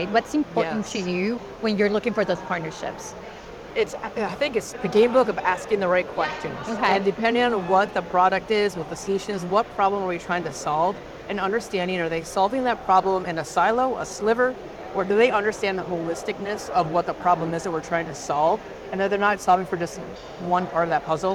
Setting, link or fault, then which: setting, busy venue